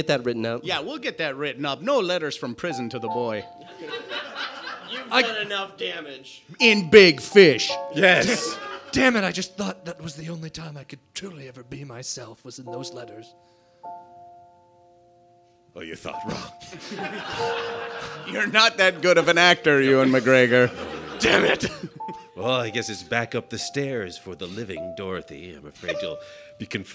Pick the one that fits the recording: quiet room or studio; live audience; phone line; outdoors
live audience